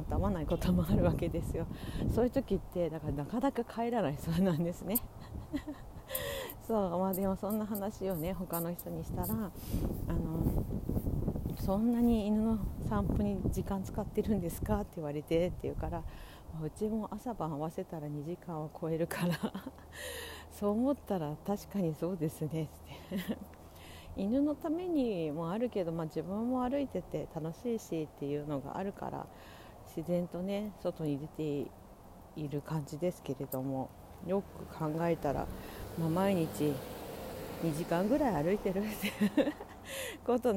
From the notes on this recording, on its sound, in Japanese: 歩きながら徒然と from Radiotalk。